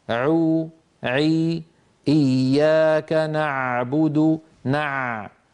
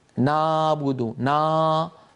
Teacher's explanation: عندما ننطق حرف العين الحرف الأول فإن لسان المزمار يعود إلى الوراء كثيرا، وتتضيق الفتحة الباقية التي يمر منها الصوت · Shown in: first take · Term: العين الفصيحة